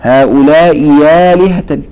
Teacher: يبدل الهمزة الثانية ياء · Term: إبدال ياء